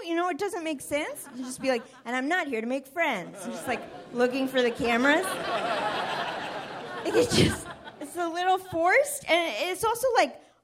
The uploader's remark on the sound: This show was recorded at The Bell House in Brooklyn, New York.